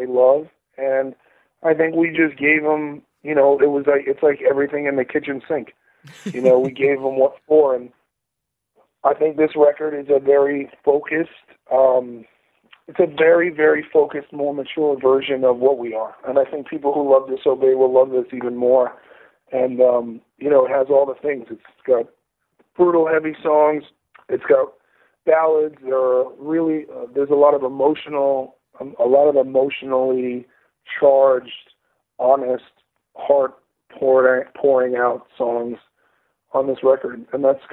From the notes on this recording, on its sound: got on the phone